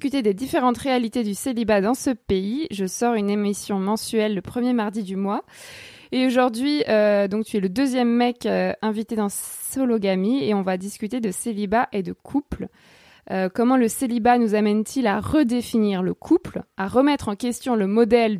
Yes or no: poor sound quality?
no